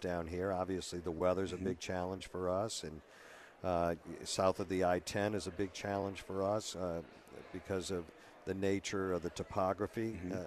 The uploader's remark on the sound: Is broadcasting LIVE from GNO’s Inc.’s Annual Luncheon at the Hyatt Regency New Orleans.